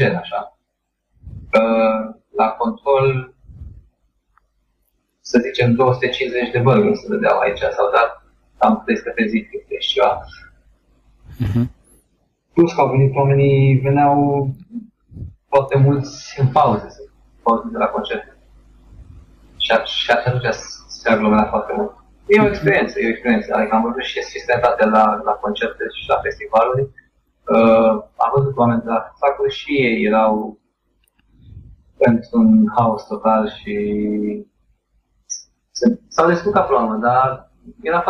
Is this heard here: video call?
yes